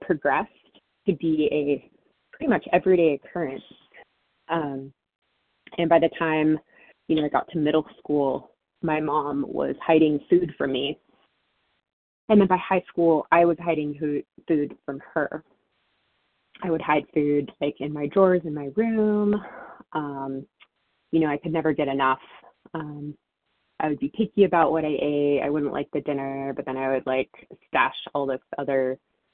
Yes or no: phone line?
yes